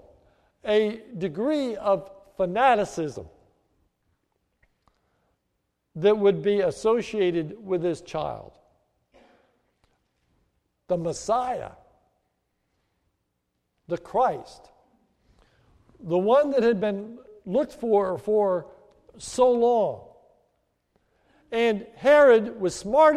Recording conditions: large echoing room